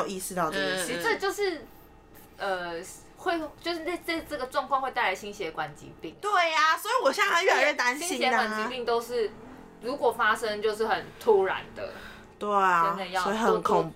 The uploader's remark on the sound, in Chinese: 由於在同一個空間錄音，迴音有點大，敬請見諒